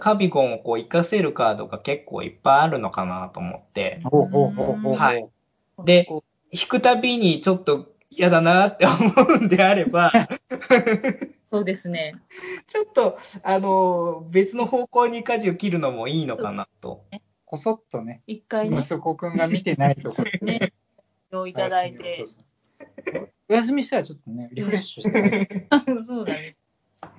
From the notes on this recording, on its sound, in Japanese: 何かとお聞き苦しいところもあるかと思いますが